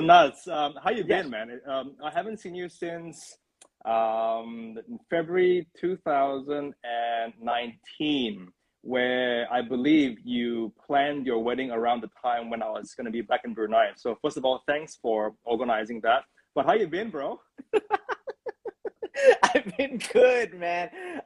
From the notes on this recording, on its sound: This episode was recorded on Instagram with a live online audience.